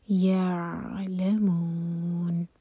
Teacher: عین پر سکون ہے، جھٹکا نہ ہو تو تھوڑا ٹائم دیں گے تاکہ قلقلہ نہ ہو پائے